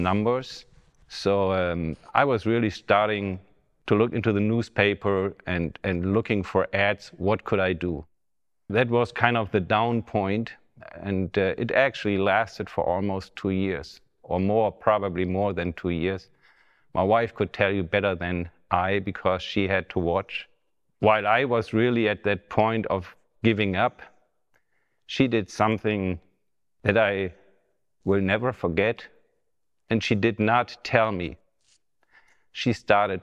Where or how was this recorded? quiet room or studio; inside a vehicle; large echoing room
large echoing room